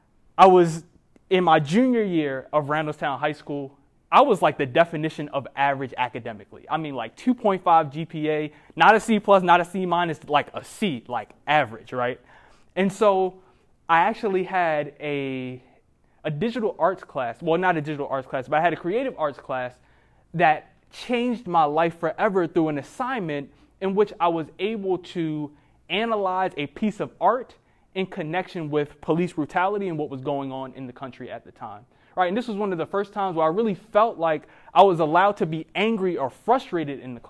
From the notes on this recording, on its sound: keynote speech that he delivered at the Baltimore Emerging Leaders Conference in December of 2023